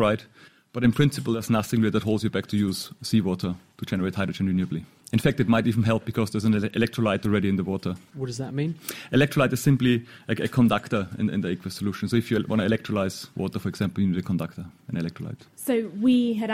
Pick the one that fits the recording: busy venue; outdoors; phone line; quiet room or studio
busy venue